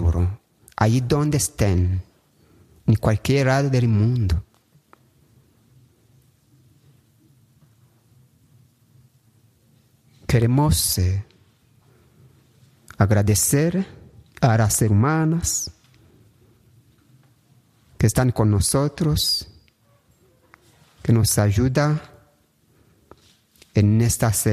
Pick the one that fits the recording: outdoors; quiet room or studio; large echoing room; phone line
large echoing room